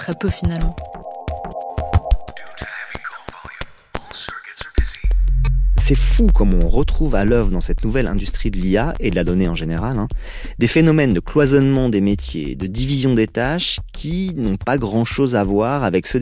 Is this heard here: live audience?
no